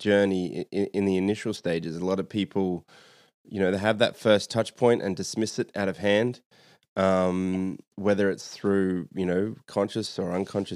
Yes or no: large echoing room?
no